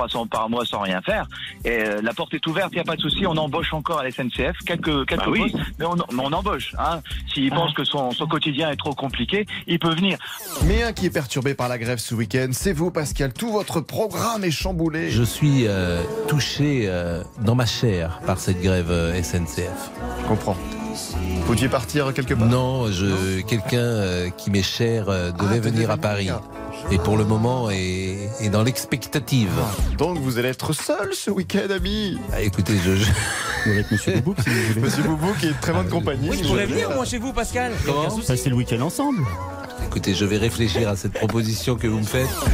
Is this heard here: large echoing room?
no